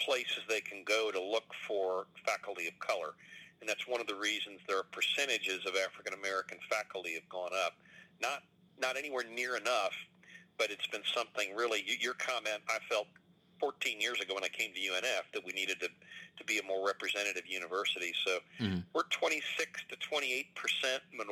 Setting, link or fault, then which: link, phone line